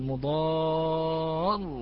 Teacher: النبر بمعنى ضغط، الضغط على الحرف الذي قبل المشدد